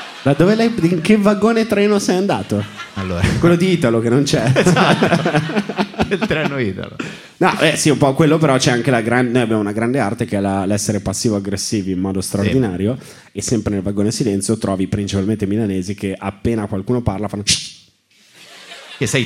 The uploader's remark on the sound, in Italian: direttamente dal vivo al Monk di Roma